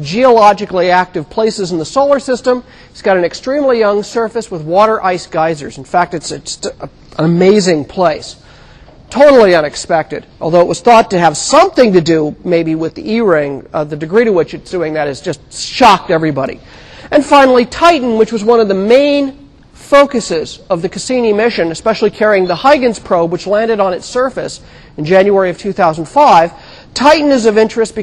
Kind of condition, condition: setting, large echoing room